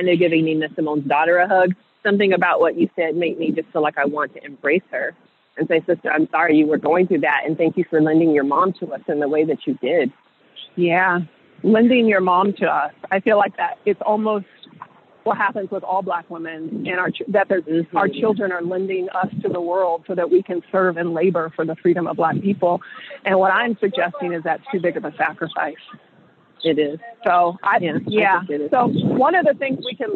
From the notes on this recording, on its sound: hop on the phone and take a walk